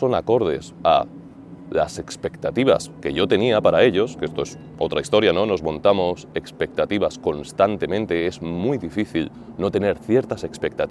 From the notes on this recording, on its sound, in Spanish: grabado frente al Coliseo, en pleno centro de Roma